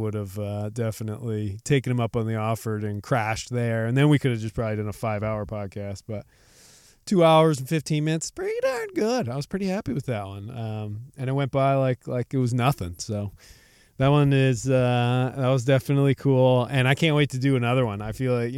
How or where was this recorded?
inside a vehicle